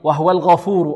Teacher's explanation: الله فيكم. طيب وهو الغفور الغين مفخمة والفاء ماذا مرققة الغفور والراء مفخمة لا نقول وهو الغفور رو رو رو لا رو وهو الغفور